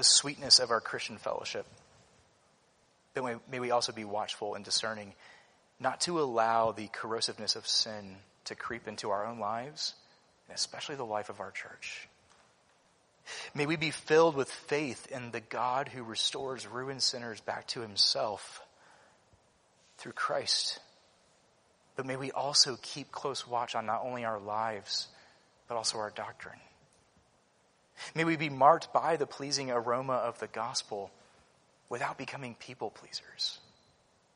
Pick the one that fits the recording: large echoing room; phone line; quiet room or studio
large echoing room